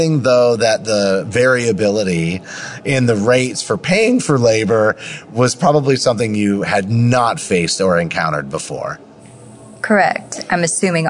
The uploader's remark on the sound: live at AHRMM23 in Orlando